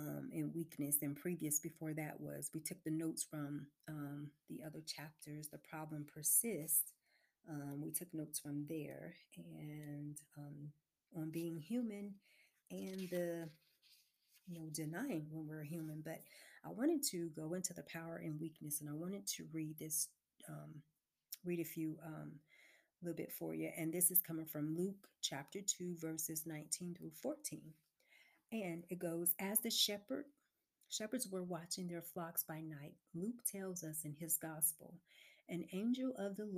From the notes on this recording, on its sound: This recording may require headphones due to low recording session.